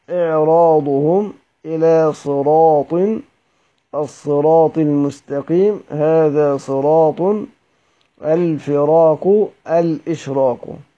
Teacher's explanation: روعي في ذلك ما في الضاد والظاء من الإطباق، وهو ذهاب اللسان إلى جهة الحنك الأعلى فأشبه التفخيم، فحسن التفخيم في الأسماع.